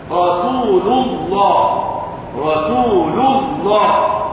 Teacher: مغلظة مفخمة لوقوع الضم قبلها وهي في لفظ الجلال